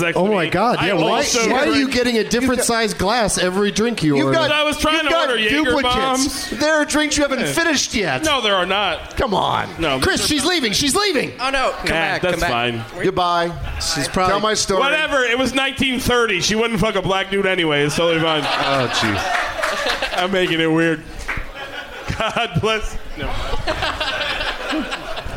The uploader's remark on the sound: Live from the Highball during Fantastic Fest in Austin, TX